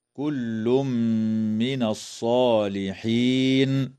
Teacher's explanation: يدغم التنوين في الميم مع الغنة في قوله تعالى: كل من